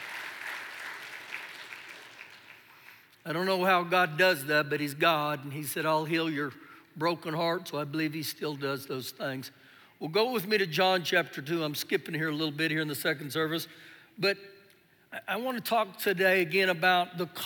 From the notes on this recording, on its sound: Recorded live during our Sunday morning service